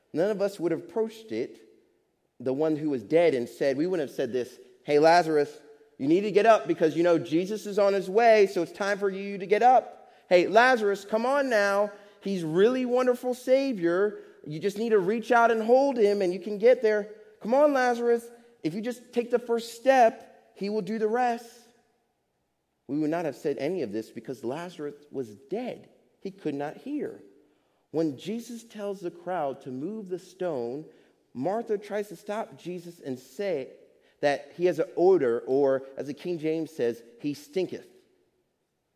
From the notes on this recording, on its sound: Faith Baptist Church in Hamilton, NJ.